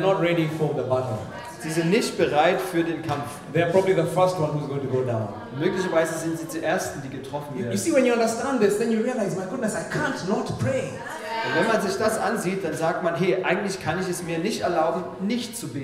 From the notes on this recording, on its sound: In this message preached at Mavuno Berlin